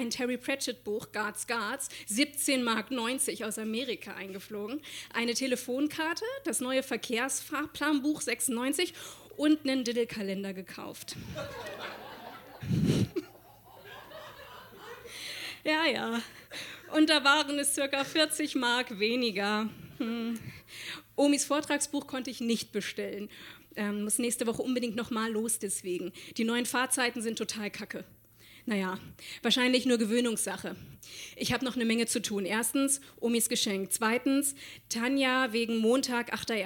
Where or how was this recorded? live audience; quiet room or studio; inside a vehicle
live audience